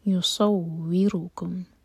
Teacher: صاد heavy, واو پر شدہ ہے تو واو اسٹرانگ، اور را پر ضمہ ہے تو را ہیوی